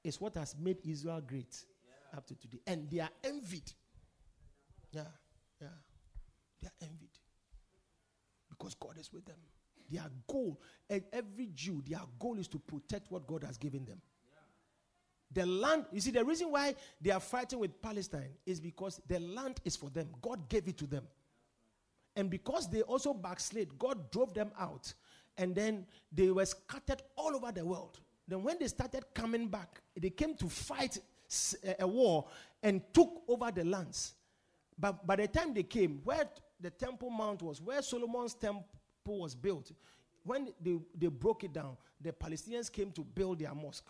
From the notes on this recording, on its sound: Preached at The Victory Secrets Service.